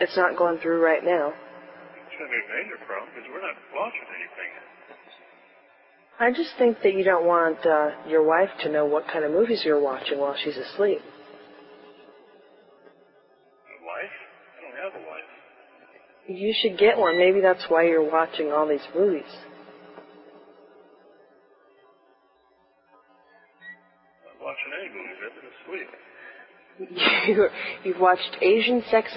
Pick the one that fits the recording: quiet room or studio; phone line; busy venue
phone line